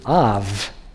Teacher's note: The word Abba actually comes from the Hebrew word Av. And it is the vowel Ah, followed by a labial dental V